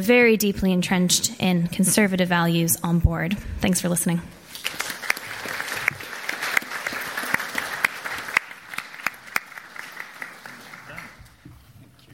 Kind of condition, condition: setting, busy venue